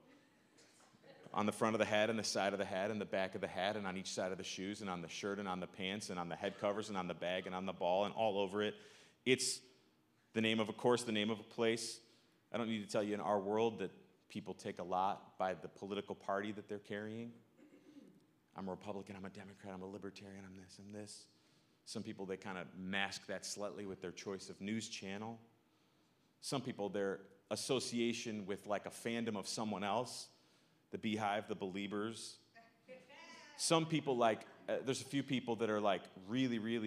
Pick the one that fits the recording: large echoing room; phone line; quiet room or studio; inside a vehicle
large echoing room